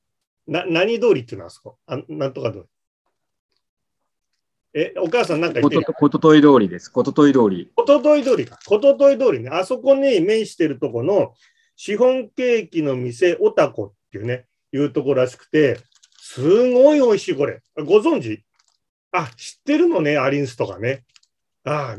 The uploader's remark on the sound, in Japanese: ZOOMで開催しますので、視聴者の皆さんと一緒にやりとりしながら双方向で番組を進めてまいります！